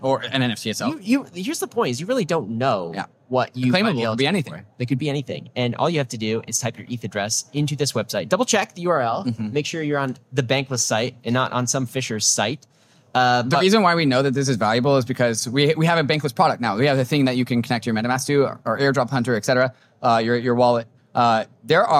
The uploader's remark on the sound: Live From Permissionless!